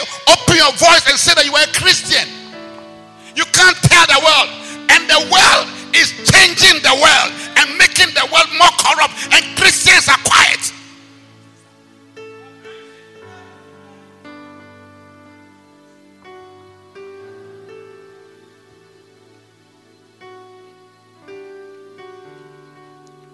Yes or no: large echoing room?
yes